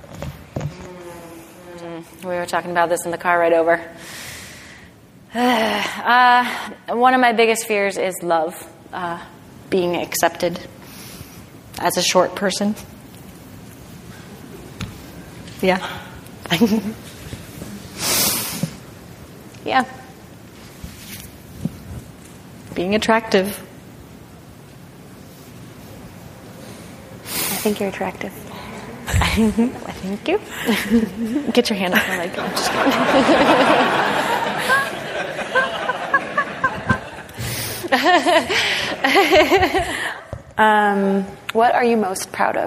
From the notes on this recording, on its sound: In front of a live audience at the American Alpine Club's Annual Benefit Dinner.